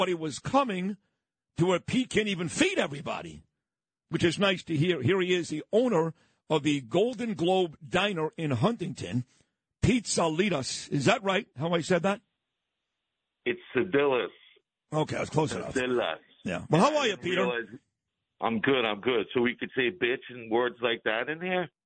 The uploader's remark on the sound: Calls in to tell his story. Owner of the Golden Globe Diner in Huntington, NY.